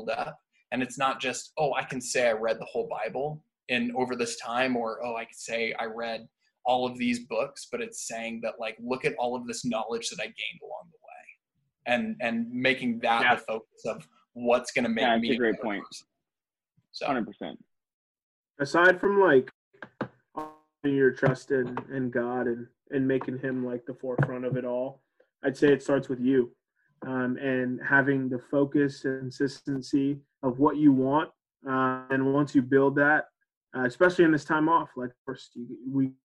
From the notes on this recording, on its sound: sit down (on ZOOM)